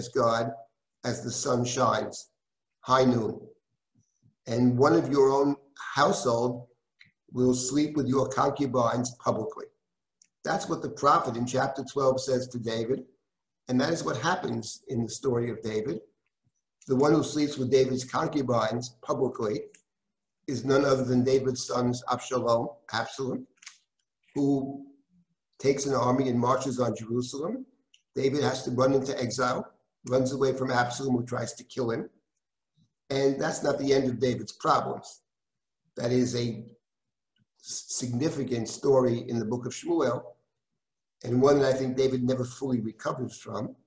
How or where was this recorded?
video call